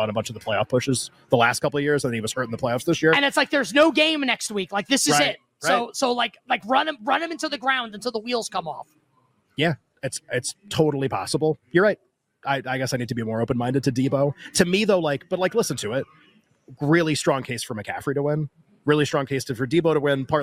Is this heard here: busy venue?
yes